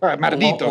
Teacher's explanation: los andaluces cambian la L por la R, como los orientales